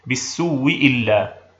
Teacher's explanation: تبدل الهمزة الأولى واوا مع إدغام الواو التي قبلها فيها، ويكون النطق بواو مشددة مكسورة · Term: وجه الإبدال